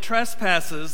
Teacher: The extra syllable in trespasses, that sibilant, that S, betrays the trespassers